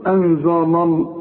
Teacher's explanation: اللام هنا مرققه، اللام بتاع لفظ الجلاله هي المفخمه